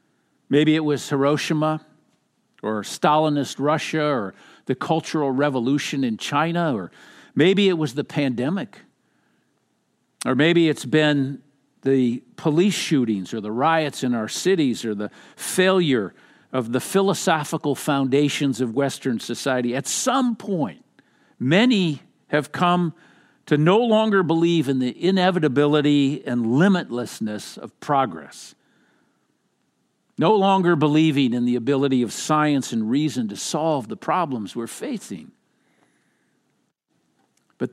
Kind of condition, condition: setting, large echoing room